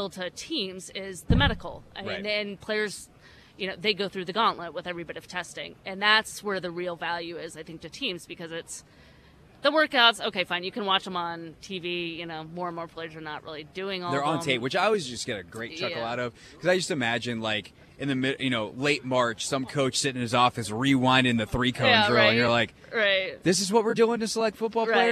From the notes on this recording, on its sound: live from the NFL Combine